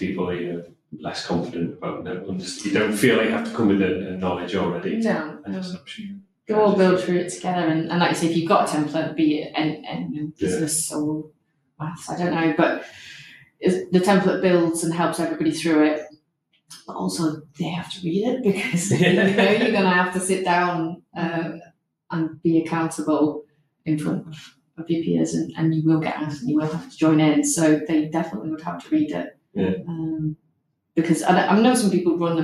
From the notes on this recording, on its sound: We're aware the audio isn't ideal so thank you for your patience as we find our way!